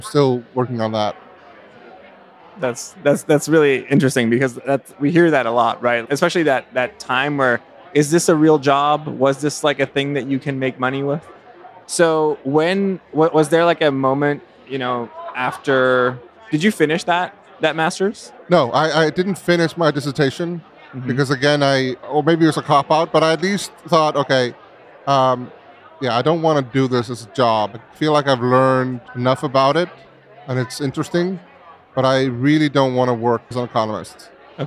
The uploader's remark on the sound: Live at Kinference. At Kinference in Brooklyn. We recorded this in the venue during the conference happy hour, so please bear with us as there’s going to be a lot of noise. During the happy hour of the first day of Kinference in Brooklyn.